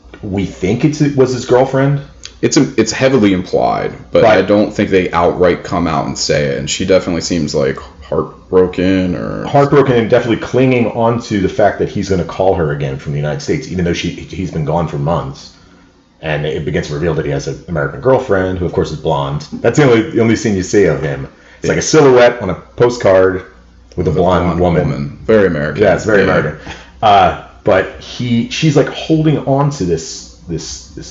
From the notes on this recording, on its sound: In spite of mic issues